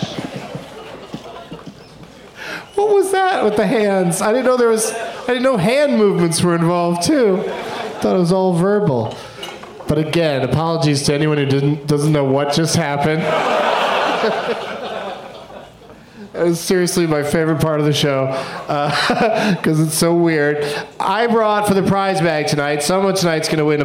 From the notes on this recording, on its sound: Live from The Improv as part of the DVE Comedy Festival in Pittsburgh